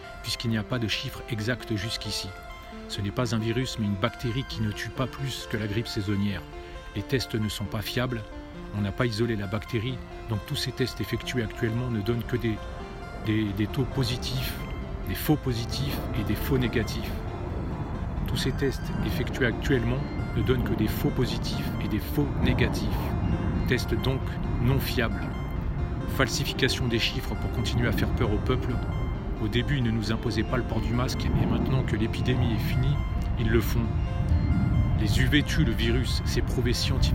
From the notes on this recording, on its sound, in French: Podcast partie 2 enregistré en extérieur.